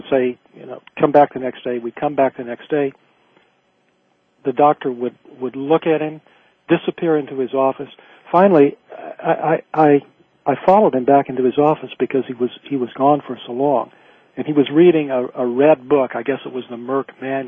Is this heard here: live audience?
no